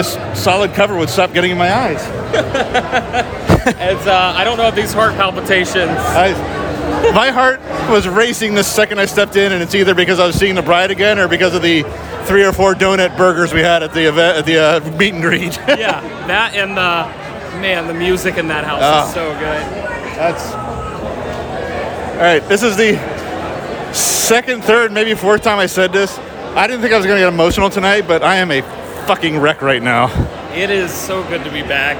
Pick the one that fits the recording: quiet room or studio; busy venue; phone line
busy venue